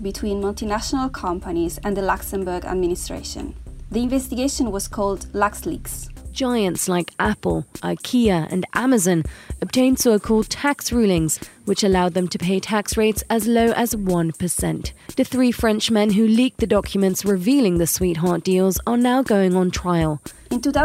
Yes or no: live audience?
no